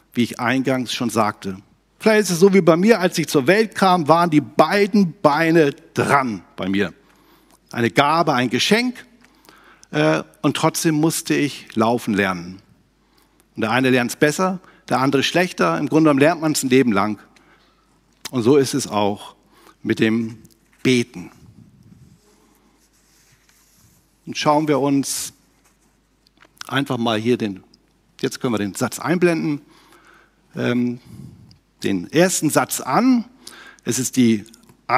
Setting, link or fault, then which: setting, large echoing room